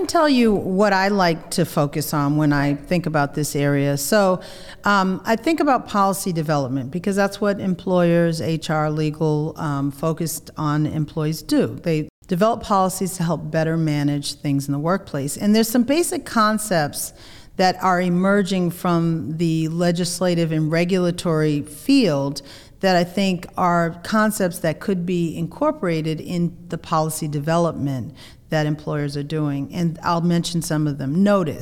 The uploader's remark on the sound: In this podcast recorded at the firm’s national Workplace Strategies seminar.